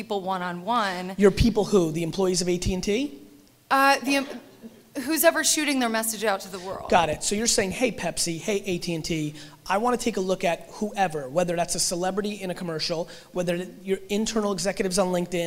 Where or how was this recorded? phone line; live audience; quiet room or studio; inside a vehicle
live audience